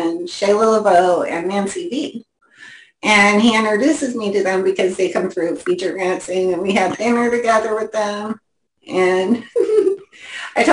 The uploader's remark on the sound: our 9/11/2022 Zoom Show